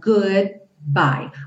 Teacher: Cuidado para não falar goody, porque a gente não tem uma vogal depois desse D.